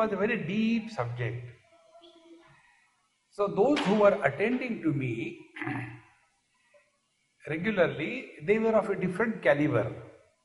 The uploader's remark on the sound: Recording live in Phoenix Arizona, USA, July, 24, 2016.